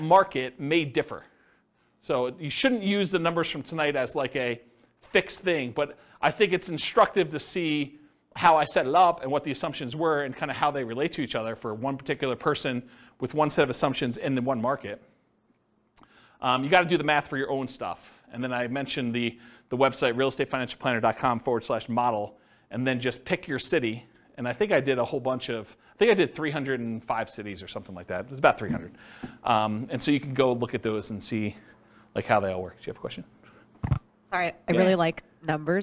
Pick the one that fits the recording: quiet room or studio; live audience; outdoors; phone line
live audience